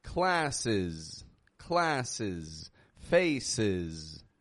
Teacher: When that ES is added, the E sounds like a short I and S sounds like a Z.